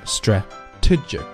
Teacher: 注意这个词的重音呢是在它的第二个音节 strategic 所以说重音的时候呢它的音啊音长更长，那么读的也更重一些，音调这个音响更响。 strategic planning 后面 and 弱读 decision making 第二句 it allows 这里的特呢就省略了，或者是不省略也可以啊，也可以直接把它连到后边去，因为后面是一个元音，辅音跟元音可